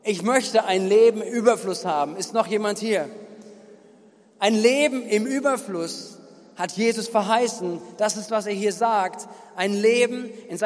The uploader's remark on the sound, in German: Gottesdienst am 18.07.2021